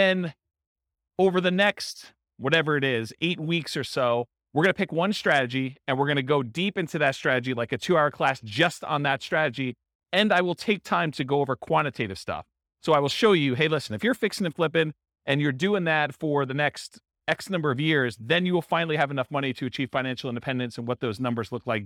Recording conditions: live audience